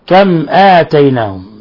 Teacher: ميم ساكنة جاء بعدها الهمزة، الحكم التجويدي إظهار شفوي